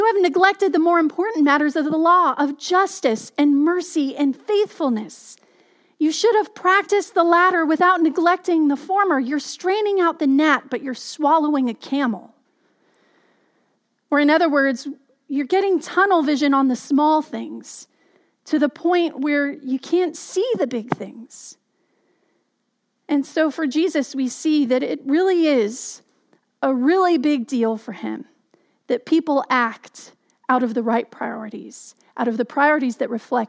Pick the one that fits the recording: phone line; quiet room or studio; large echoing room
large echoing room